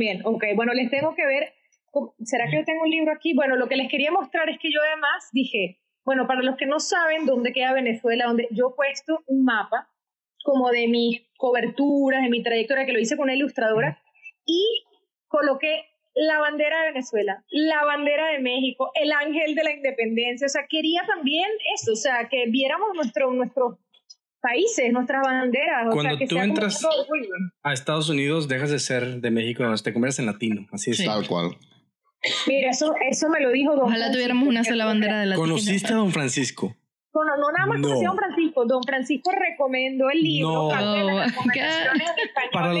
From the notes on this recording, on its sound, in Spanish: En este episodio se presentaron algunos inconvenientes tecnicos con el audio